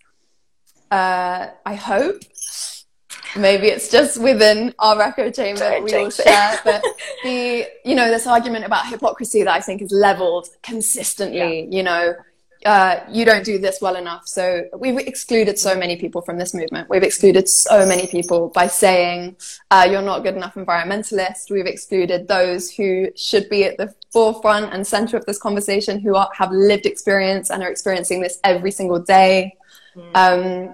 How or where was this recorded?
video call